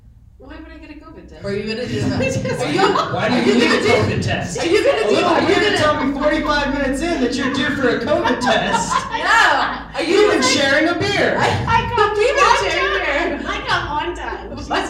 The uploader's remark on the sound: live from The Chief Bicycle and Comedy Festival in Trinidad, CO!